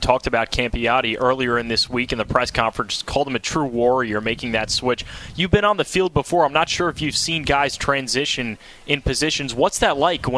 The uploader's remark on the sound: Live pre-game show from the tailgate before the Merrimack game.